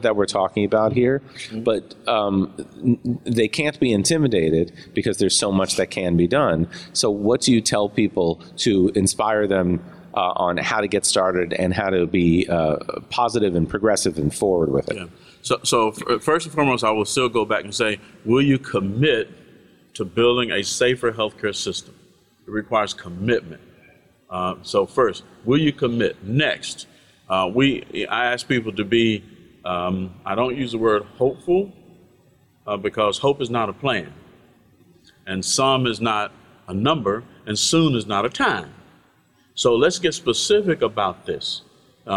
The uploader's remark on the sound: Three interviews recorded live at our Health Innovation Summit in October 2023.